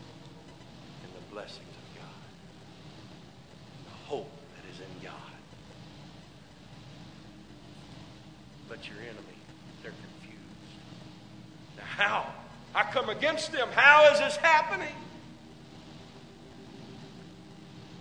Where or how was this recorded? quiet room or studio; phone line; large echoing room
large echoing room